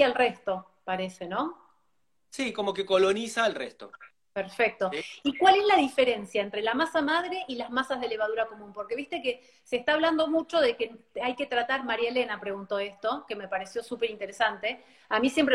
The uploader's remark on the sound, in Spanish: Audio de la charla en VIVO por Instagram